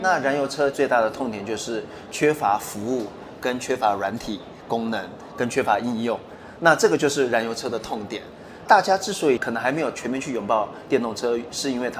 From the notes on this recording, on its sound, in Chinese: 繼續把錄音室帶到AI EXPO Taiwan的展覽會場，與聽眾面對面！於AI EXPO Live Studio現場合影。